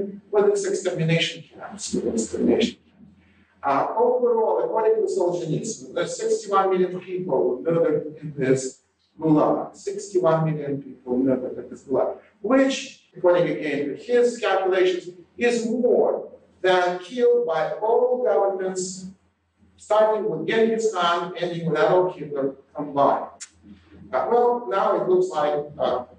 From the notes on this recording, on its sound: Note that the audio quality for 2006, 2008, and 2009 was poor and has been improved as much as possible by Podsworth Media.